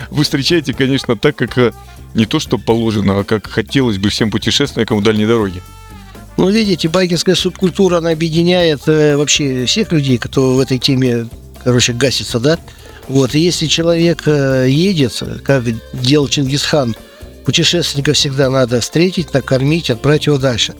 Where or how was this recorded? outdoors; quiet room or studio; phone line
outdoors